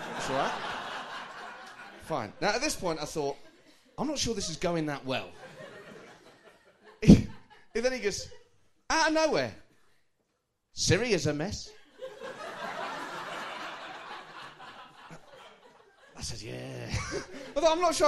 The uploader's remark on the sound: Recorded live at the St James Theatre.